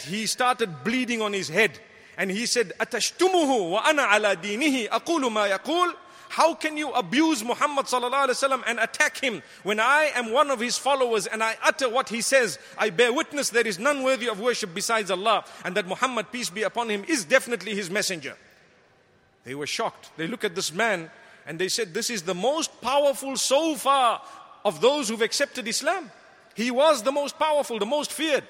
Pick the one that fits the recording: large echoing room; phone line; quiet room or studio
large echoing room